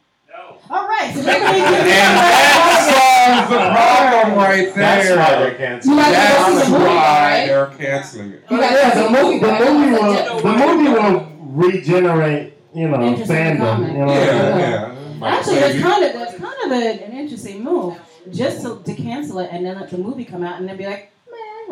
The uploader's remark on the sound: As we venture to Bergen St Comics to record a LIVE Podcast. A live studio audience!